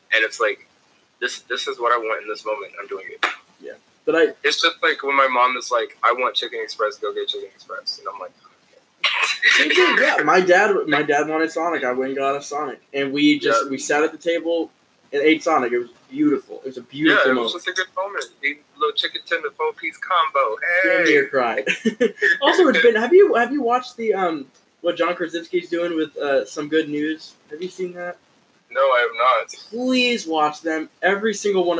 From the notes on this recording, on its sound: The (first) Social Distancing Episode. Apologies for the shoddy audio!